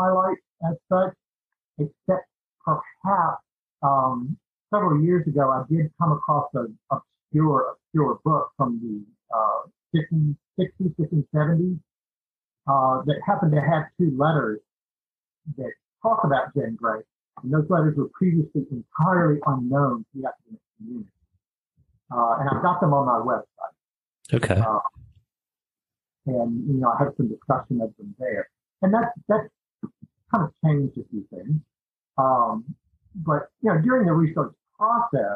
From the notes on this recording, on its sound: We had some audio issues with the episode. We were able to slightly improve it through an editing software a friend recommended.